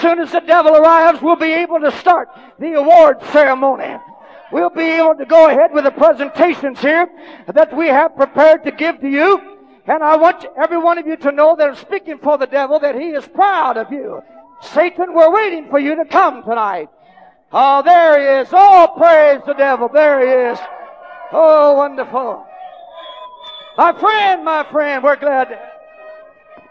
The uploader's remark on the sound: preaches ACI/AMF Midwinter Conference in Decatur, AL